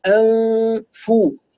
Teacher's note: الاسنان العليا متلامسة تلامس خفيف مع باطن الشفة السفلى انفو. لما ننطق الفاء نضغط على مخرج الفاء انفو انفو هكذا أنفسهم.